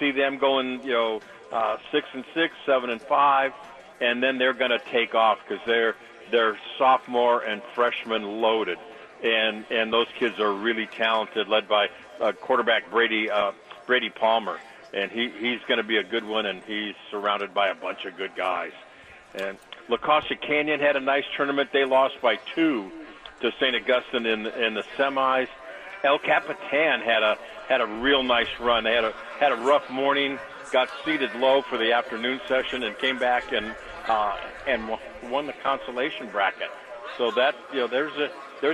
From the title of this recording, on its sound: Live from Del Mar Opening Day